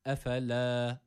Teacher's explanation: E-A arası bir ses veriyoruz ve bir elif miktarı uzatıyoruz.